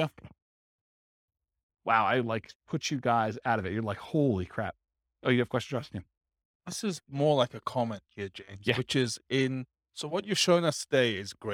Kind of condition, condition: setting, live audience